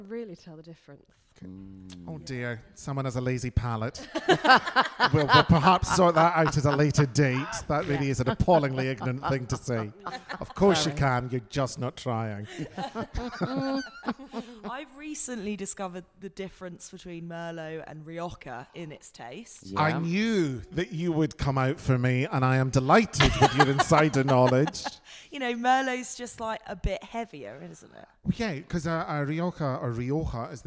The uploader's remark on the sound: We're back with some of the Edinburgh Fringe live shows. This hour-long recording of their podcast.